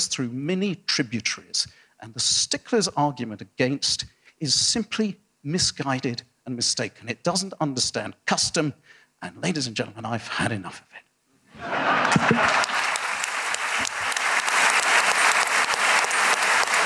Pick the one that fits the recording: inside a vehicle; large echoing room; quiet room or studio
large echoing room